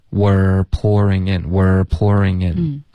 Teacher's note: Were 的这个持续稍微长一点，然后卷舌